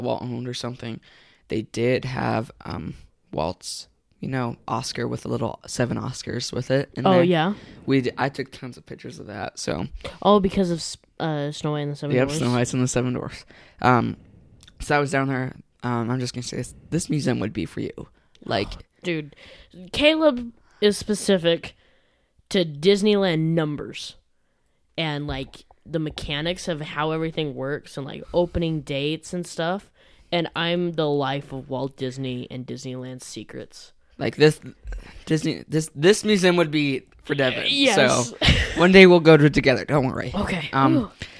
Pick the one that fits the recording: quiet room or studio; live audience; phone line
quiet room or studio